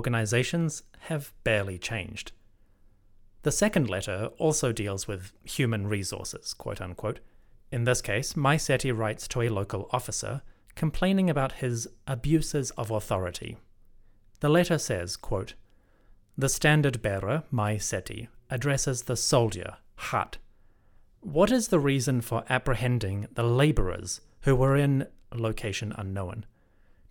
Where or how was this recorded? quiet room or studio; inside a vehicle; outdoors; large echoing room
quiet room or studio